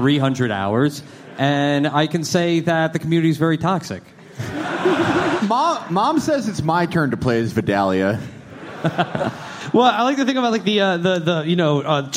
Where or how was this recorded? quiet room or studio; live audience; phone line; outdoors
live audience